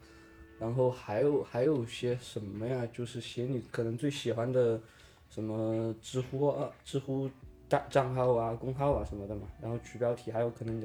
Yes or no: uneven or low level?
yes